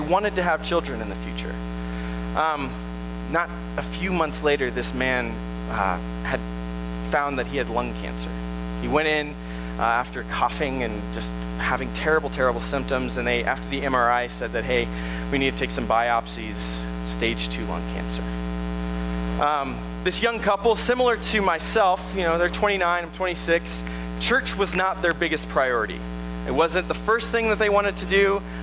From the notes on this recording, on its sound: Sermon originally preached August 5, 2018 at Tempe Nazarene Church.